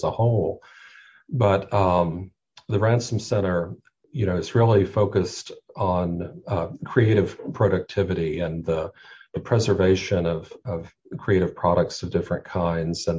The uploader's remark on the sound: We met via Zoom